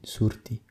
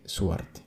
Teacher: cuando ven o escuchan dos vocales juntas, como la U y la E, pues omiten la E · Shown in: first take · y por eso algunos dicen surti en lugar de suarte.